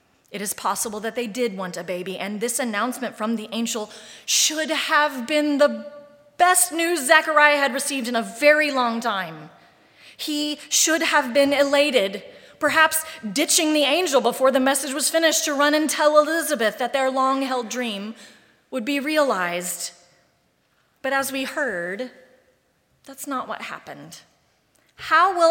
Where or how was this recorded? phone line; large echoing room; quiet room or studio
large echoing room